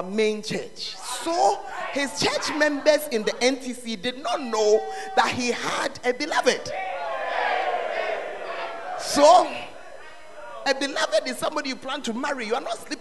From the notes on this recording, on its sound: Preached At The Art Of Evangelism Conference